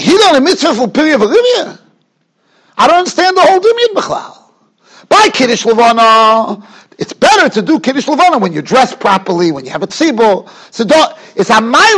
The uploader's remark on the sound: Shiur recorded in Yeshivas Ohr Reuven, Monsey, NY.